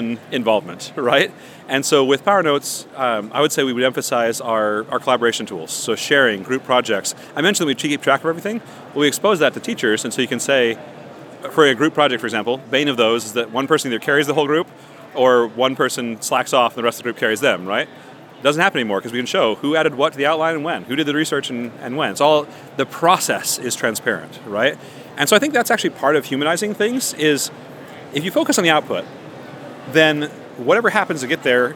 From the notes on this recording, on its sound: OLC Innovate 2023 onsite recording. Walk the vendor floor at the OLC Innovate Conference in Nashville, TN.